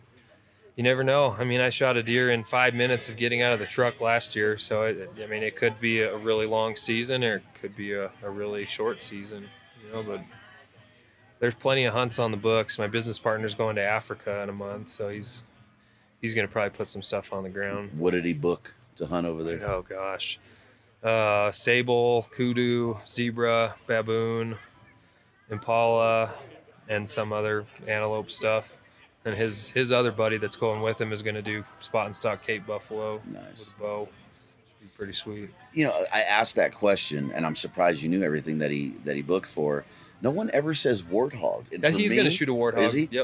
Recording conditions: busy venue